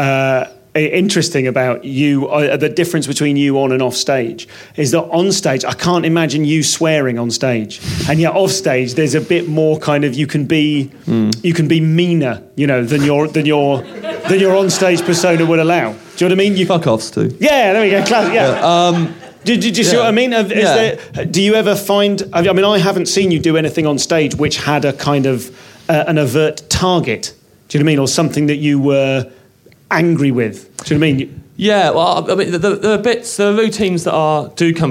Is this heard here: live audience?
yes